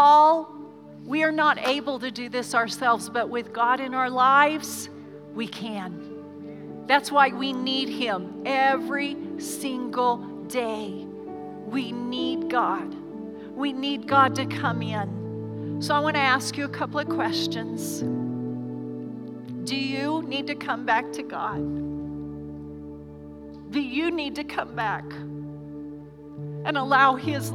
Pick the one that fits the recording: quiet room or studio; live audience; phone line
live audience